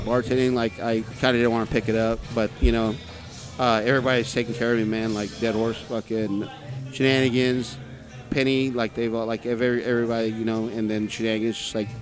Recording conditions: busy venue